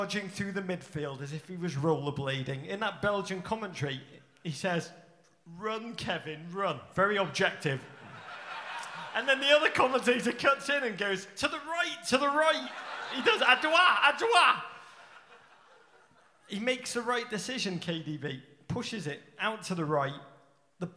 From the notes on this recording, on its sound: Live in Brooklyn. Live from the Music Hall of Williamsburg in Brooklyn.